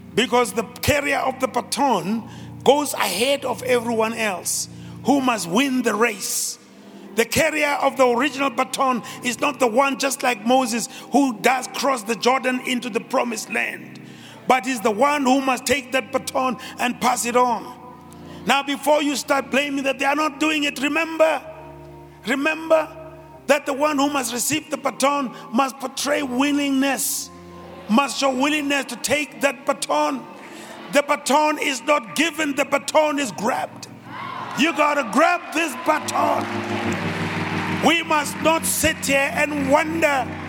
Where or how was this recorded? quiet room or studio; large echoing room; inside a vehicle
large echoing room